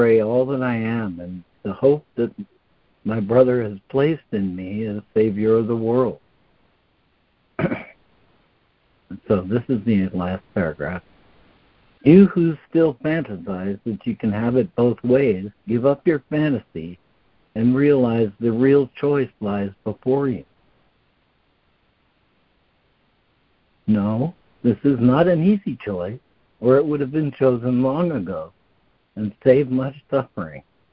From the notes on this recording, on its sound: ACIM Daily Conference Call